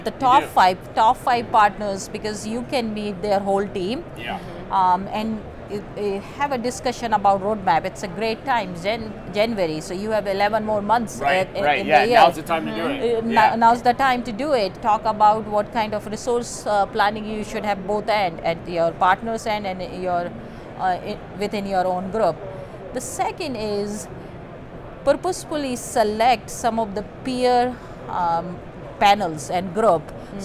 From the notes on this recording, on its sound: Live From NRF 2024.